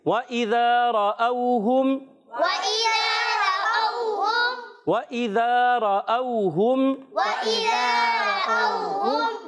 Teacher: ذال کو زا سے نہیں بدلیں گے، ذال کی ادائیگی کلیئر رکھیں گے، را کو پر رکھیں گے، کیونکہ زبر اور پیش آنے